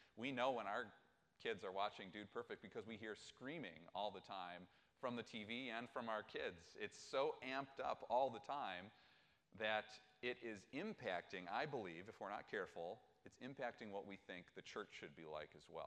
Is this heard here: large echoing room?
yes